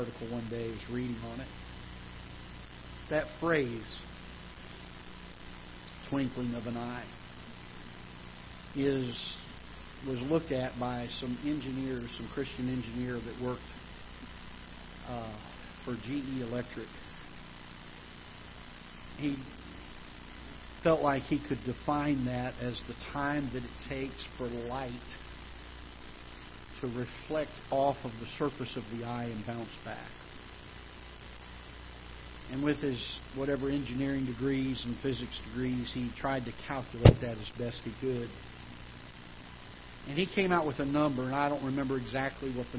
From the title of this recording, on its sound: Ketha Heights Baptist Church ~ Live Broadcast